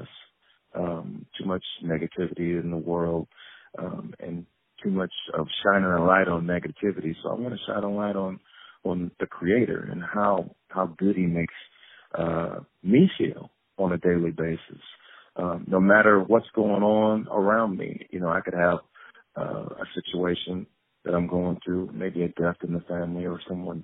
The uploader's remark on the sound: On the phone